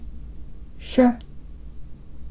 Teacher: 一つは日本語のシの子音に似ているのですが、日本語のシュよりも舌を少し奥に引っ込めてシュと発音します